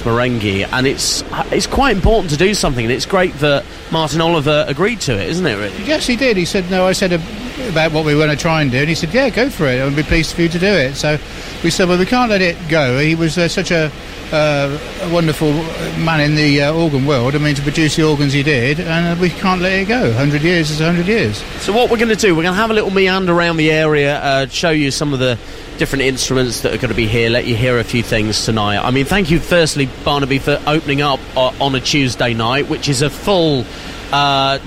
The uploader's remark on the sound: Outside Broadcast from the Great Dorset Steam Fair